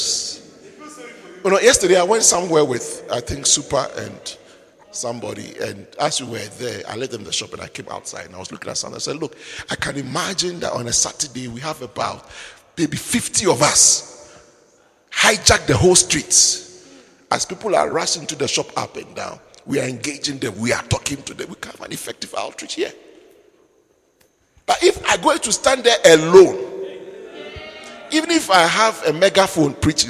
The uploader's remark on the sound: Preached at the Midweek Servants Armed & Trained Service, Windhoek Namibia